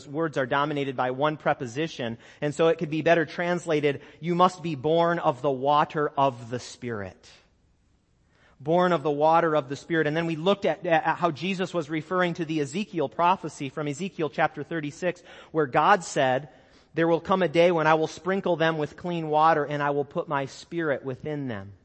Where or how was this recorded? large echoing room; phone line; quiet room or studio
large echoing room